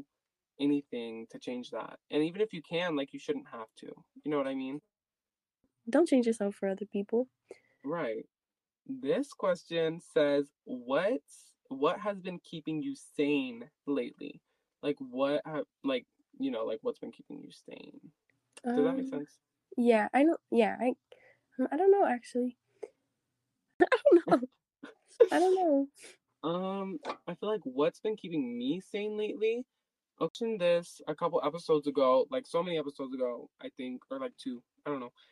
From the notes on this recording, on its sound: there may be minor glitches towards the end, so sorry!